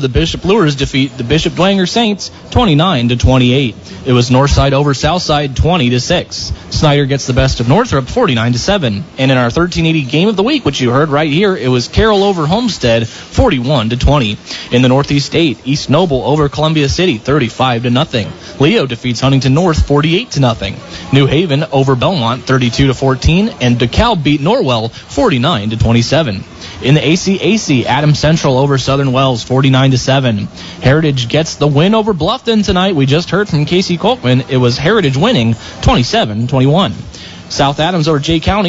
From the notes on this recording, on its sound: The Indiana Physical Therapy High School Football Postgame Show LIVE at the Pine Valley Pizza Hut